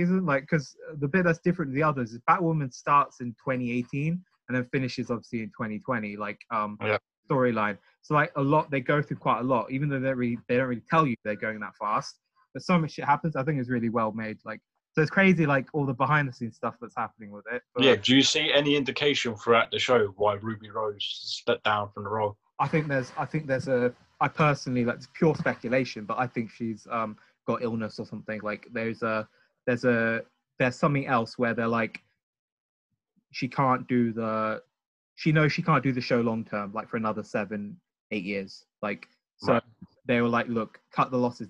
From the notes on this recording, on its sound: jump onto Zoom for a long overdue catchup